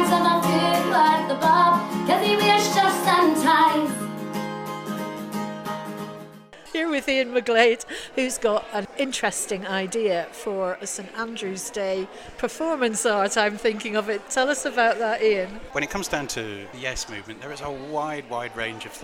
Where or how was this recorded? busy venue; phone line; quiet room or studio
busy venue